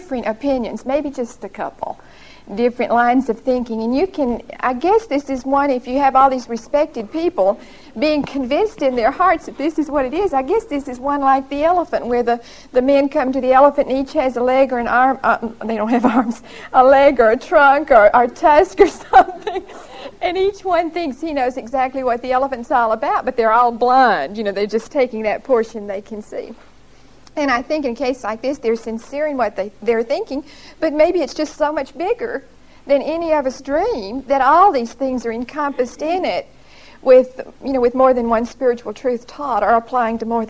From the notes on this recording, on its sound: Recorded 11/11/1975 at Whitesburg Baptist Church.